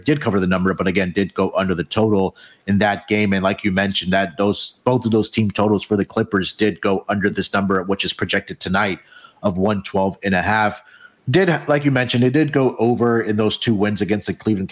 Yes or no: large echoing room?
no